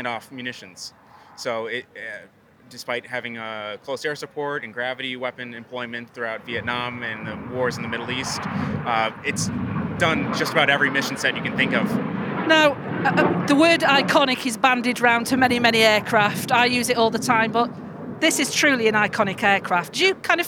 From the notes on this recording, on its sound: at the Royal International Air Tattoo in July with a microphone